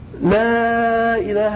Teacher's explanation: There is mad followed by a hams, so you can extend it 5 or more times.